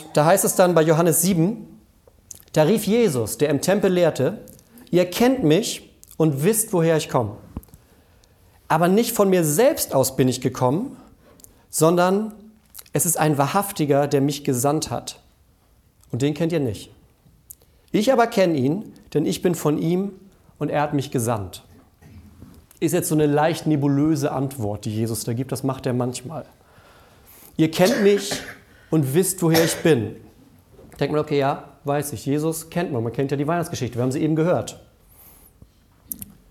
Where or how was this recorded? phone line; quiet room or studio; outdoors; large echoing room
large echoing room